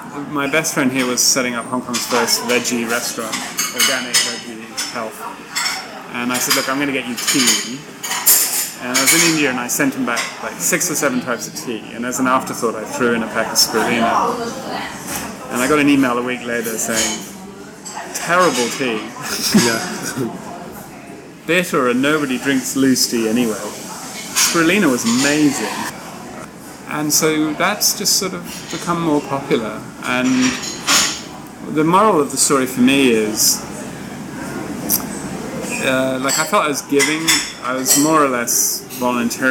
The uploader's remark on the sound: Our conversation was recorded in a coffee shop and due to this there is noticeable background noise.